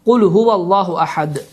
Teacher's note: Və ya başqa bir misal, Qul huvallahu əhədun olduğu halda biz burada vəqf etdiyimiz zaman, dayandığımız zaman həmin tənvin damma sukunla əvəz olunur və deyirik Qul huvallahu əhəd.